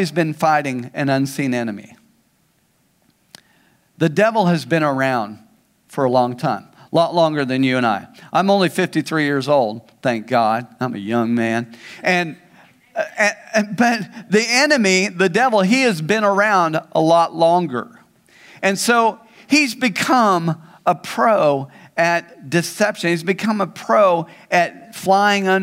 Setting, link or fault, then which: setting, large echoing room